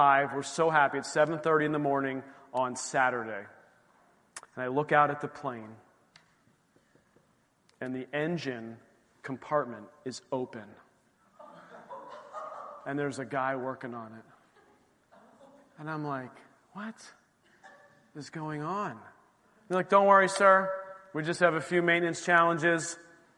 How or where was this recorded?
large echoing room